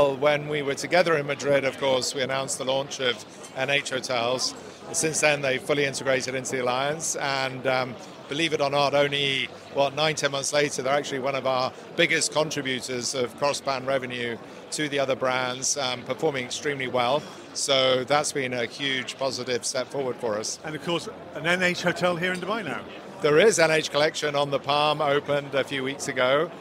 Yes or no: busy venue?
yes